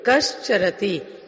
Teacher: उसमें विसर्ग है, उसके आगे चा अथवा छा के आने पर पदांत विसर्ग, यानी इस पद के अंत में ये विसर्ग है, इसको श हो जाता है, शक्कर वाला श